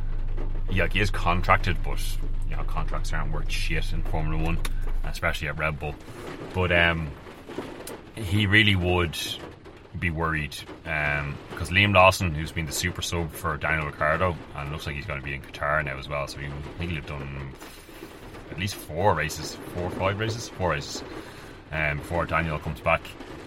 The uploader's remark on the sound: Live from the vaaannn in the middle of a storm.